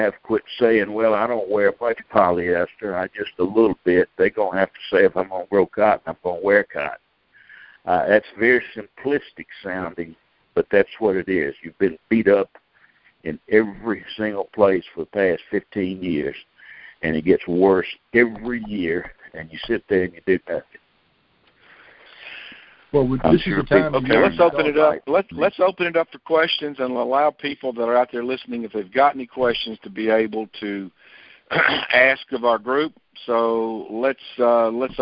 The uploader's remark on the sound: Monthly Conference Call